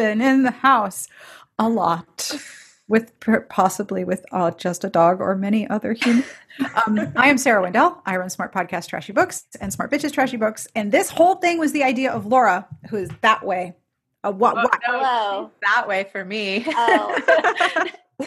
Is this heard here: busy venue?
no